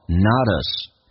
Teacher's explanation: not 跟 s 有一个连音， s 不被强调，可以说成 us 叫做 notus